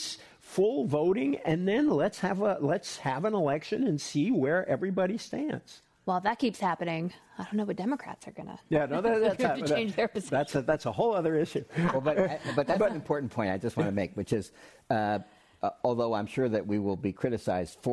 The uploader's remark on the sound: This program was recorded live in San Francisco on April 5th, 2022 at the Commonwealth Club of California.